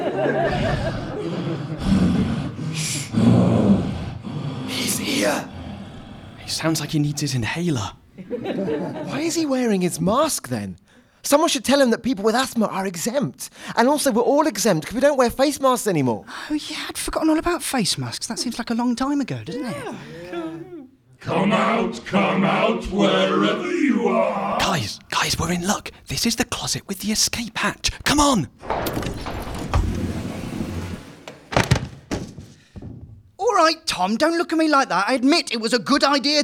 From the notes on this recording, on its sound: Live halloween special. Recorded with a live audience at The Buxton Festival Fringe!